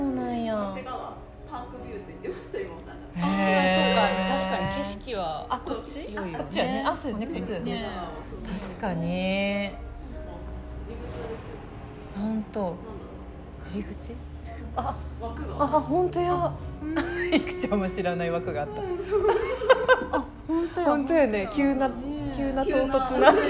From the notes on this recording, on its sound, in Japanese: アワー食堂スタジオ！アワー食堂さんにすべりこんで、まずはタラタラしゃべって収録スタートさせてもらいましたん。